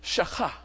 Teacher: It's almost like you're clearing the top of your throat. · Term: guttural